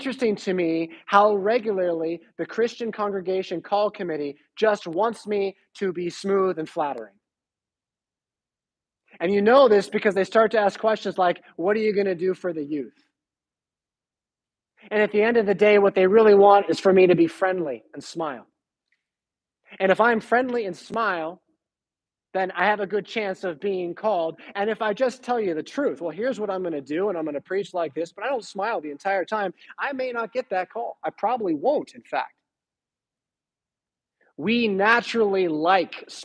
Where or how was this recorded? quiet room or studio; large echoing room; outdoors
large echoing room